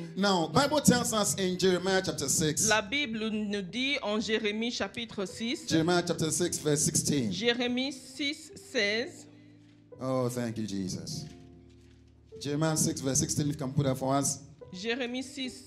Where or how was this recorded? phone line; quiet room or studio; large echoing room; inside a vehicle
large echoing room